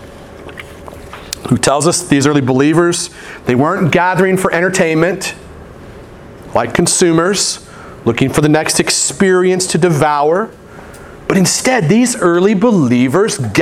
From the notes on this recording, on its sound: at The Well, an Acts 29 and Converge Heartland Church in Hastings, NE.